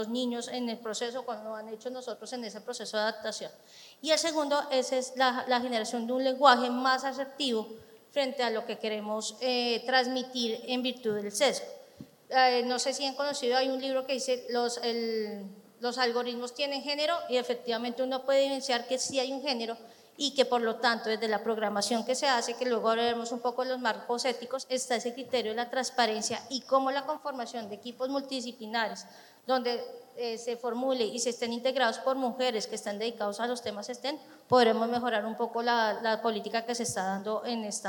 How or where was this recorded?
live audience